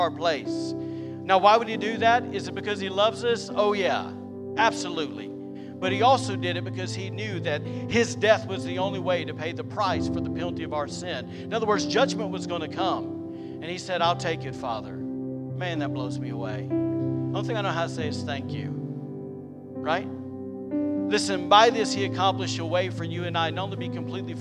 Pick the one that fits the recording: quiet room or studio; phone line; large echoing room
large echoing room